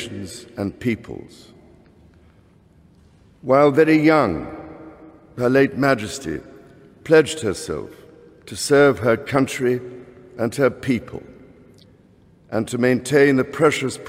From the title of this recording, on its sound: Addresses Parliament At Westminster Hall